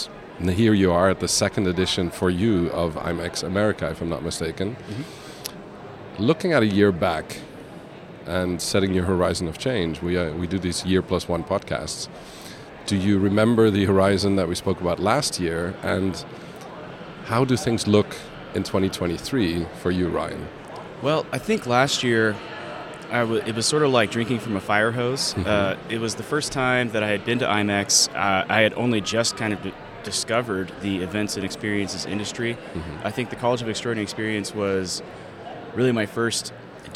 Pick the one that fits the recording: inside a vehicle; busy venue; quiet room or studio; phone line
busy venue